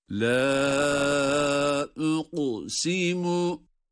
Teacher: Bunu böyle detaylandırdıktan sonra la uqsimu derken uqu kafta galgale sıfatı var. Cezim olması itibariyle galgale ile ve kalın okuyoruz. La uqsimu diye.